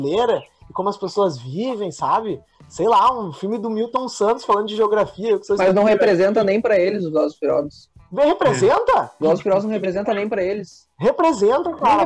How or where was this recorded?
video call